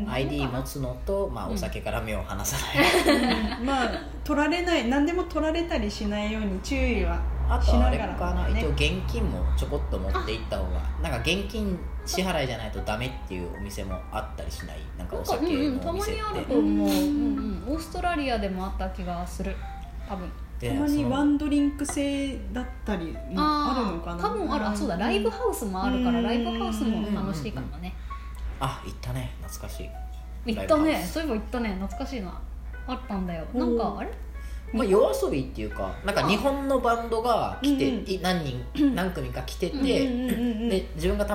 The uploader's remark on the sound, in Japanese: 録音場所は、とあるホテルのキッチンのため、たまにキッチンを利用している音がします